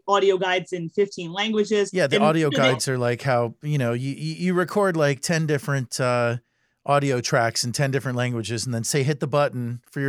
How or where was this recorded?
video call